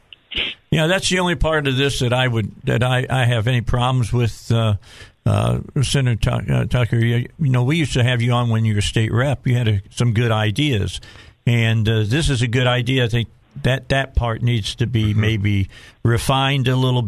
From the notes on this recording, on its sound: a few surprise guests call